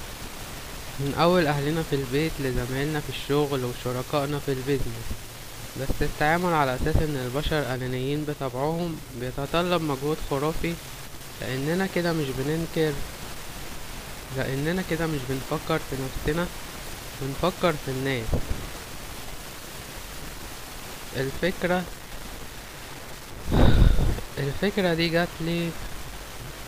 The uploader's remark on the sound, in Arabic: بس الحلقة دي خرجت بقى من الدايرة دي وبسجل من الشارع.